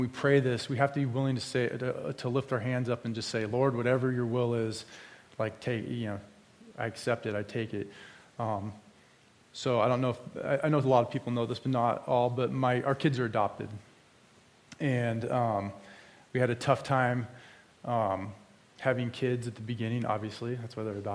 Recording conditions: large echoing room